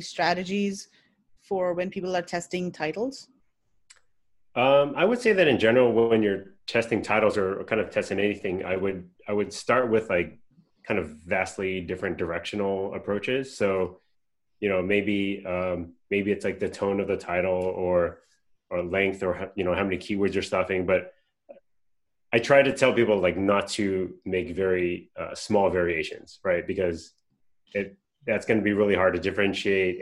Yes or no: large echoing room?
no